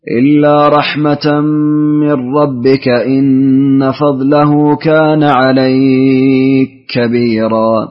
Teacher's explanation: في قوله عليك كبيرا فيها إدغام للسوسي.